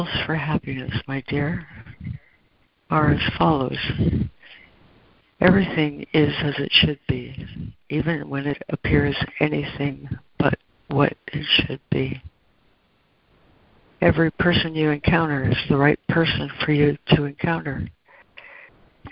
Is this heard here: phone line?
yes